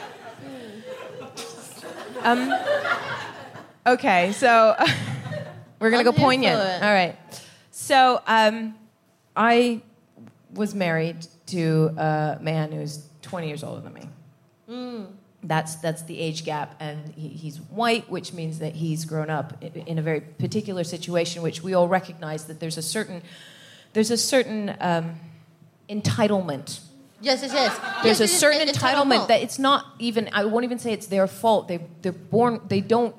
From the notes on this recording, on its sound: Recorded 17 July 2022 at 21Soho in London.